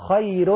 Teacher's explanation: الخاء لا ترقق، المرقق هنا الراء، خاء خير. نعم.